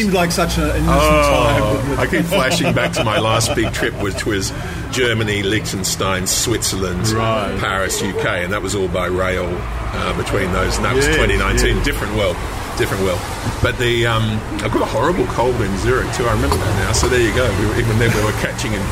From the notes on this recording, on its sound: outside a Rokeby Road cafe